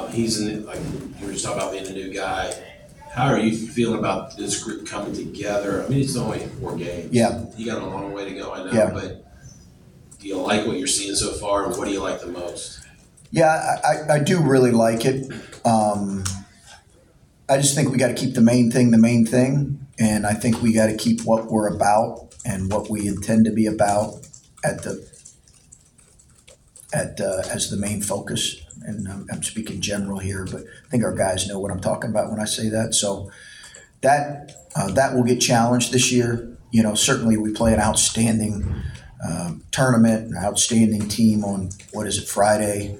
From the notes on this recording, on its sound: Uncut audio primarily from Ohio State press conferences, but also from individual interview sessions.